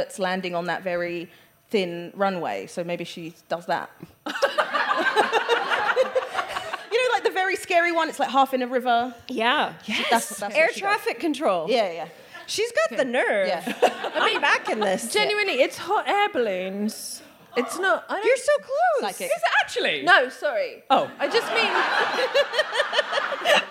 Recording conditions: live audience